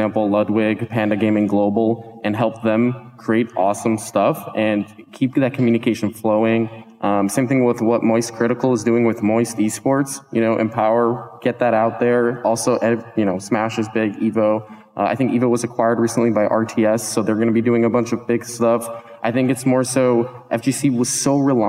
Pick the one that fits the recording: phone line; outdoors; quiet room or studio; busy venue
busy venue